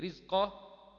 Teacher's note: ورقق الراء إذا ما كسرت كذاك بعد الكسر حيث سكنت، إن لم تكن من قبل حرف استعلاء أو كانت الكسرة ليست أصلا. · Term: ترقق الراء